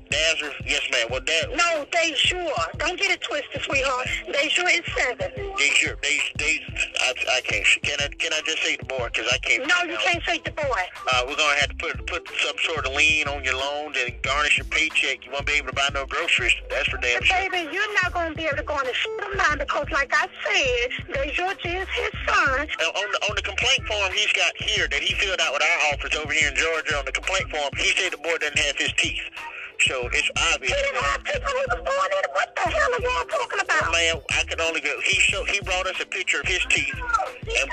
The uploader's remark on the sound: Prank phone call to a lady